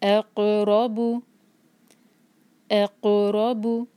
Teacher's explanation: रो heavy क्योंकि रो पर फतहा है और एक हरका, बू एक हरका।